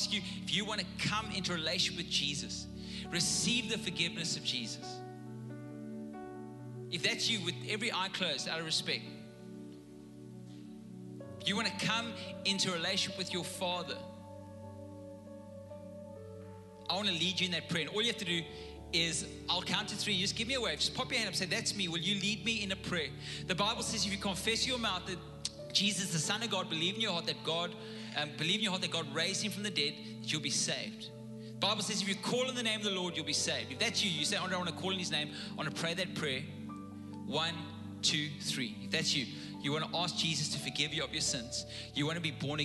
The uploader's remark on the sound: Recorded live on Sunday the 1st May 2022